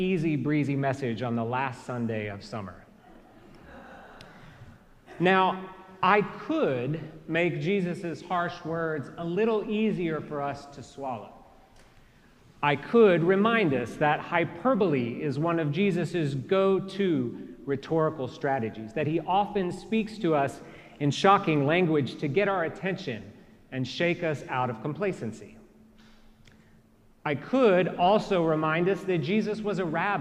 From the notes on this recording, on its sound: Preached at our celebration of the Holy Eucharist on the Thirteenth Sunday after Pentecost.